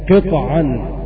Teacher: قطعا بسكون الطاء مع القلقلة